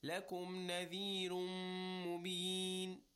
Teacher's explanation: After the idgham, the noon is dropped, merged with the meem, and we give it a ghunna sound, right? A nasal sound and a little bit of a stretch.